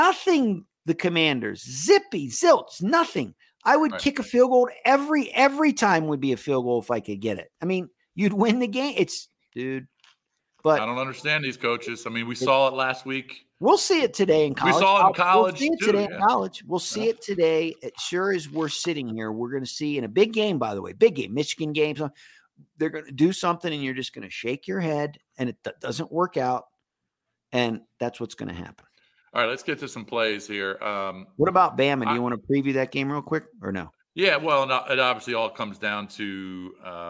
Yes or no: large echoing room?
no